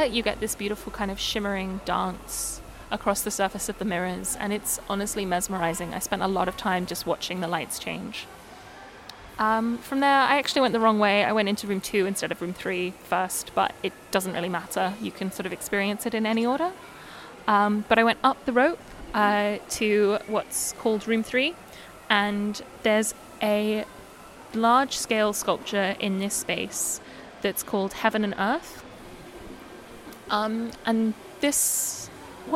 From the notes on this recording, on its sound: This episode also has a return to the background noise plague, sorry.